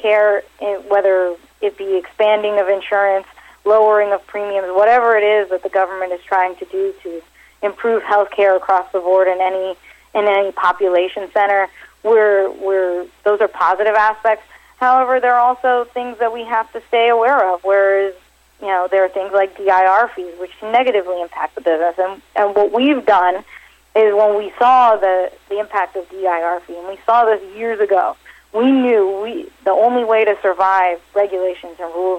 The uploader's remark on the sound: called in to SmallCapVoice